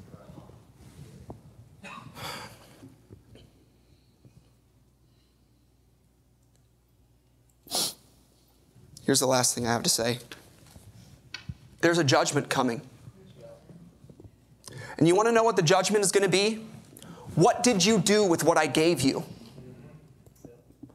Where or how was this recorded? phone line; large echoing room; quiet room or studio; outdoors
large echoing room